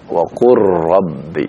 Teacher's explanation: memasukkan huruf sukun yang pertama kepada huruf yang berikutnya · Term: idgham